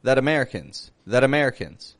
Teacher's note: But there's a T in there, sounding like a D, that. And my strength of sound goes strong and weak, that Americans.